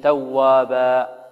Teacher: منون منصوب، نقف عليه ماذا؟ بالألف مقدار حركتين